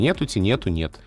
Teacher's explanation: как в «нету» пропал конечный звук и осталось «нет»